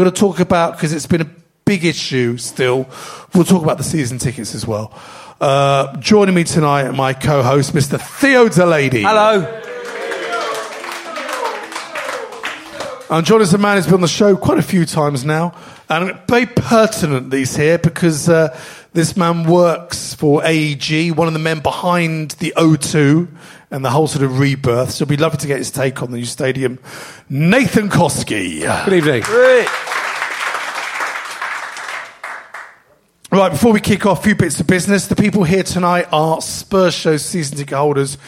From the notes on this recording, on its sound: Coming live from the Albany on Great Portland St